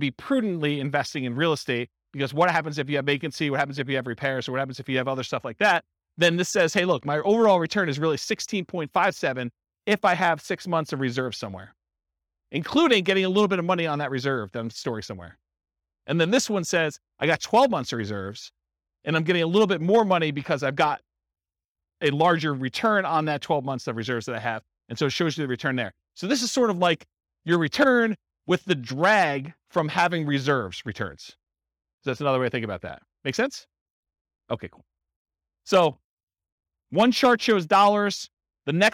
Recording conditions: live audience